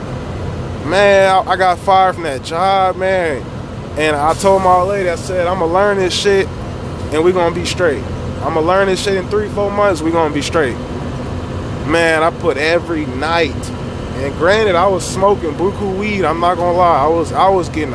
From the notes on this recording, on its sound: Sorry for the background noise no other episode will be in the work truck, louder than I thought.